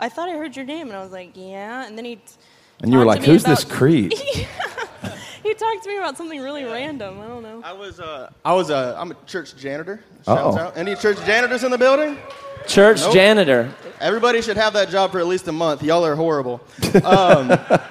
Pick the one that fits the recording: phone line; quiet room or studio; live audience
live audience